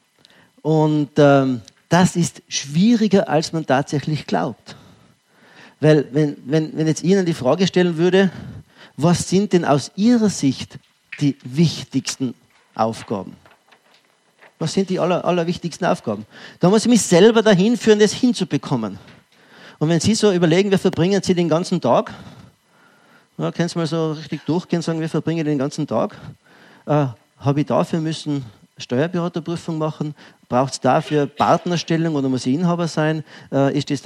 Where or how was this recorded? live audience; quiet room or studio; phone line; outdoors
live audience